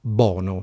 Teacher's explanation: come negli altri dialetti del centro Italia, c'è la perdita del suono U in buono, che diventa bono